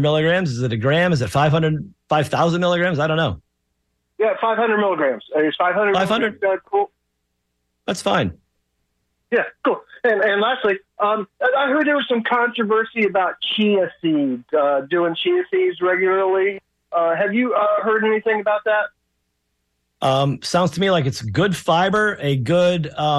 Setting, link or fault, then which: link, phone line